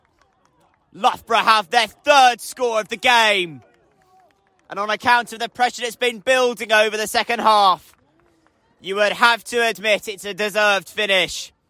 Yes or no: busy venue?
yes